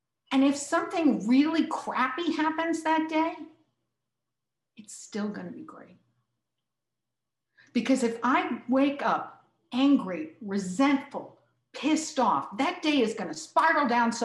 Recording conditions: video call